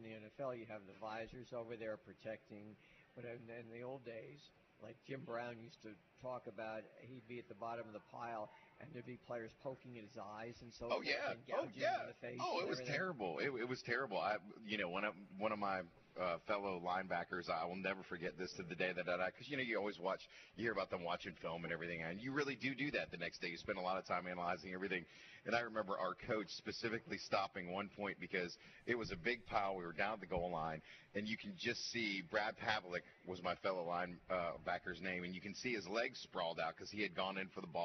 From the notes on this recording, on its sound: live from Wingfingers!